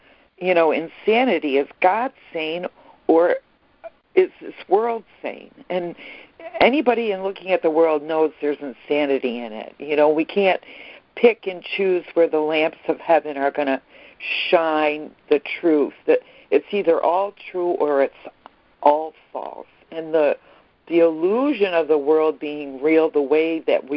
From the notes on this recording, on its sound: ACIM Daily Conference Call.